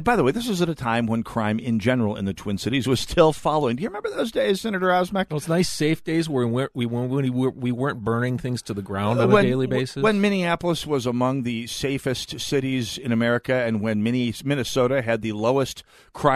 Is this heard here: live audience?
no